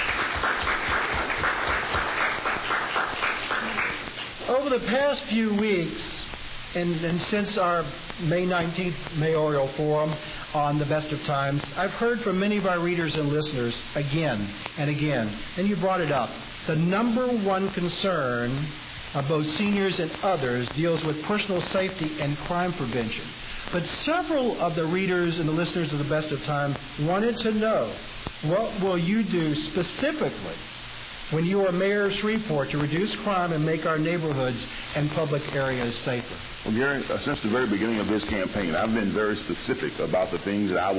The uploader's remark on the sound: This radio show was brroadcast live from the Summerfield Estates on 9133 Baird Road in Shreveport as part of a Senior Health Fair from 8:30 am to 11:30 am.